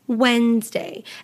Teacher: However, you're not going to hear it in the pronunciation. We never pronounce the D in Wednesday.